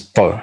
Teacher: It is not like the T in English, but rather it is a stressed and somewhat guttural T sound. If you want to think of it as being represented by two or three T's pronounced together, but with the tongue being pushed up towards the roof of the mouth, this is how the sound is pronounced.